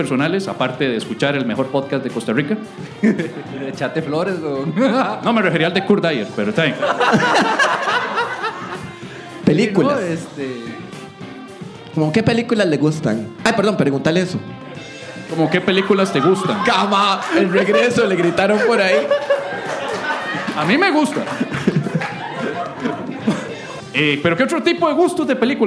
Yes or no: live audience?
yes